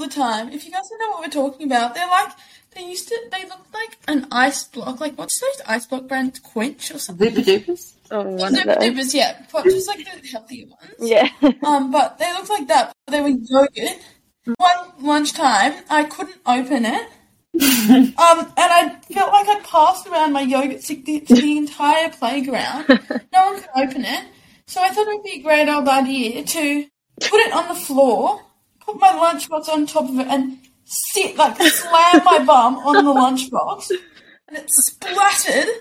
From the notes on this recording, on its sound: We must have had some beginners luck last week because this episode proved to be a bit technically troublesome.